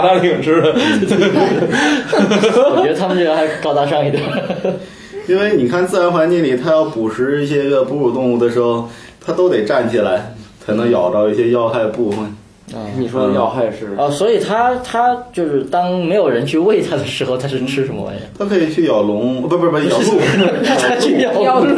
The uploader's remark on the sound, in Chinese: 本期节目为新设备电容烧坏后，又回到录音笔录制阶段的录制成品，洋桥大厦某房间内录制，如有太多瑕疵，还请多多包涵。